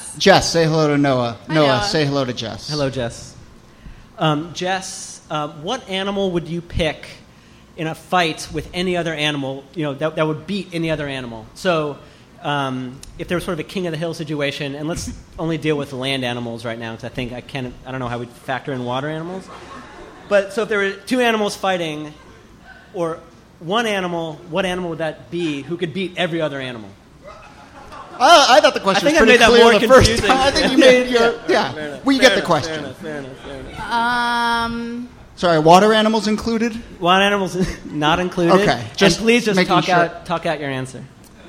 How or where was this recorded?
live audience